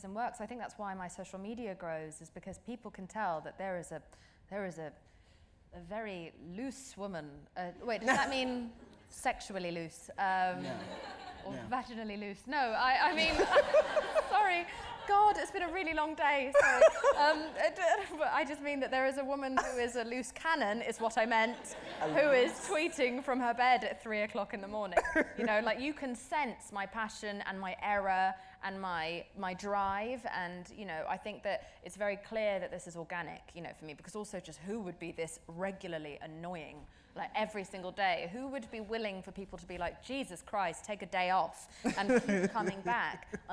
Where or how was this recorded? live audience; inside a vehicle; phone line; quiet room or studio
live audience